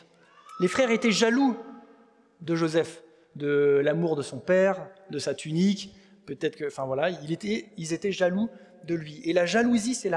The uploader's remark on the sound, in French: Enregistré à l'église CVV, le 14/05/2023